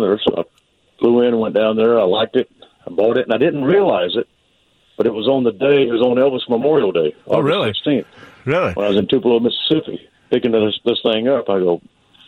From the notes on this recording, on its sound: by phone